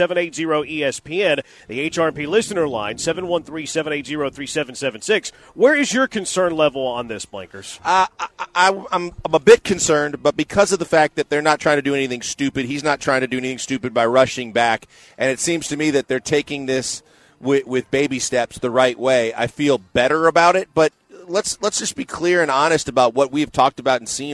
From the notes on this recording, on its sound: LIVE from The Decoy!